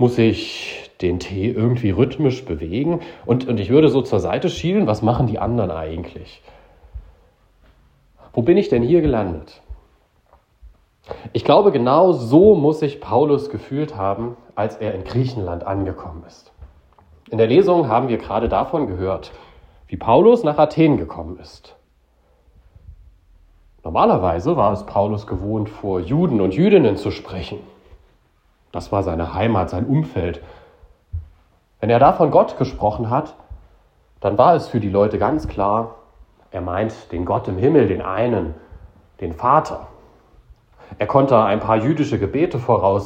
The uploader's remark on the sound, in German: Predigt zum Bittgottesdienst am Mittwoch vor Christi Himmelfahrt 2023 in Beinrode